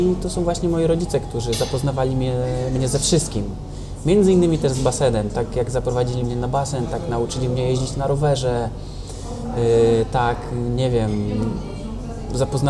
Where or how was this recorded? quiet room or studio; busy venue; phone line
busy venue